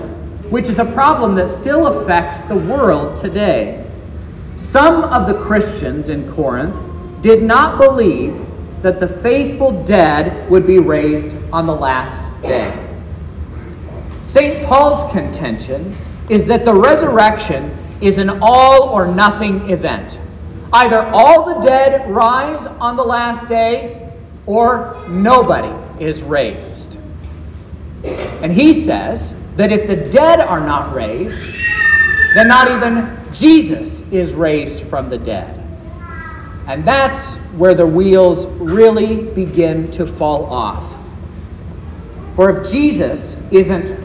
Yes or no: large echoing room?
yes